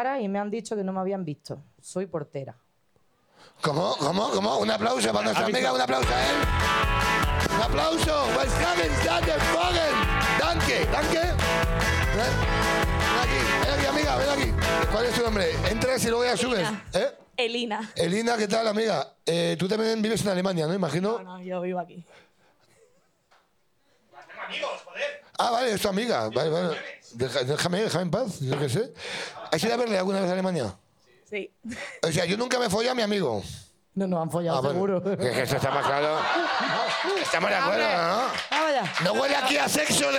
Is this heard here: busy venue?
yes